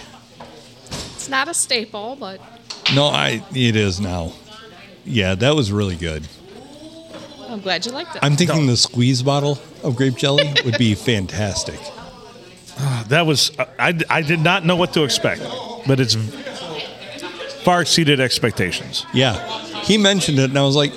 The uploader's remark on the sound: Recorded at the round table at the locally famous Blue Water Sports Bar in the 4-69.